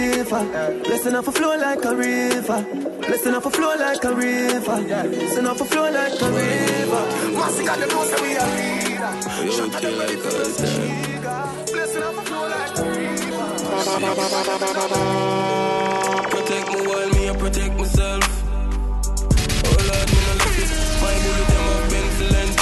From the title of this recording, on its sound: LIVE AT ISLAND SATURDAYS ON OCTOBER 19TH